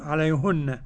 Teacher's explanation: قرأ يعقوب بضم الهاء عليهن